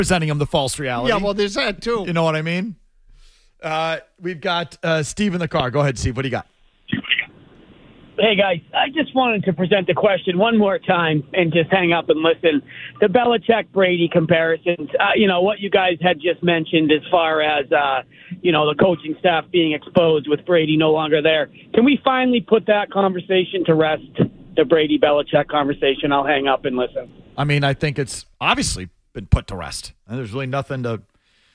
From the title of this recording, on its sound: Callers Weigh